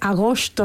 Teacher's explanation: Con una S muy, muy atrasada, todas las S que hay, por ejemplo, en la América hispana.